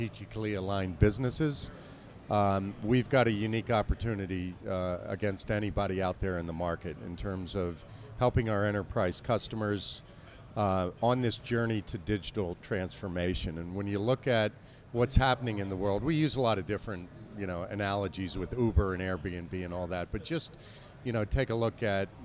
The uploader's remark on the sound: Live from EMC World 2016!